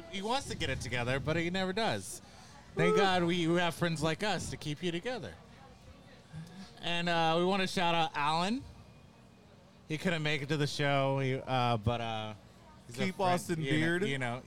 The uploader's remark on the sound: Chilling on our favorite east Austin patio at Violet Crown Social Club with some very special show regulars/guests.